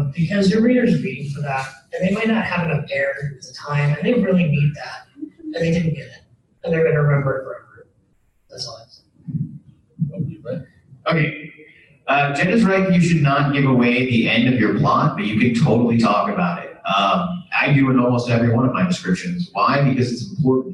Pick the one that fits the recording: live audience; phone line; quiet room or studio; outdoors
live audience